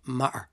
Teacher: working class Dublin accent would replace the T with a glottal. So you might say matter, and then a middle class one might tap the two T's and turn it into matter, and then a very posh accent might say matter.